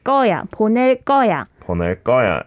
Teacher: you have to pronounce the 거 in a like tensed way